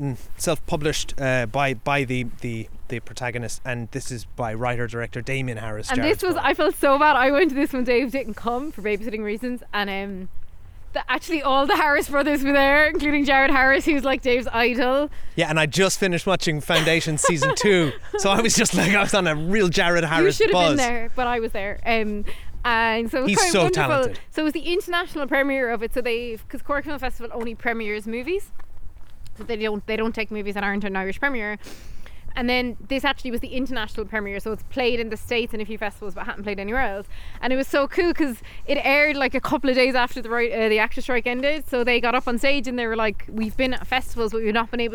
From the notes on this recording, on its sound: We take a non-spoiler walk to chat about all the movies we saw at the 68th Cork International Film Festival.